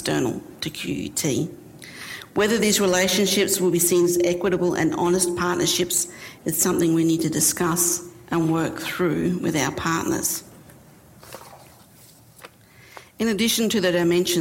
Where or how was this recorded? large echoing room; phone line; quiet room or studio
large echoing room